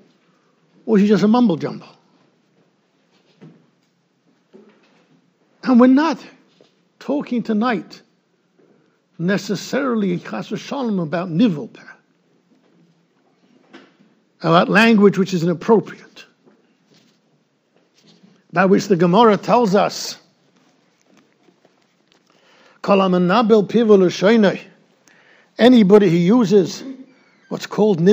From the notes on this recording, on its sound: recorded in Yeshivas Ohr Reuven, Monsey NY